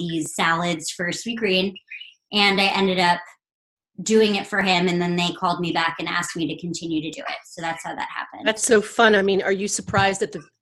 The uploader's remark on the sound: An Instagram Live Podcast